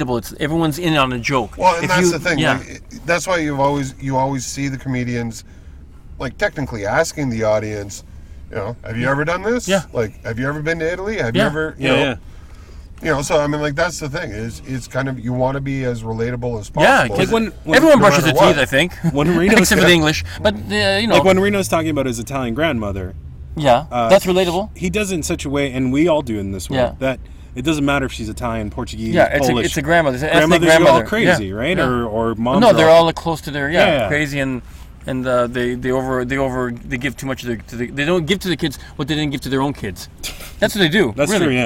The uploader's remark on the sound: sits down in the car studio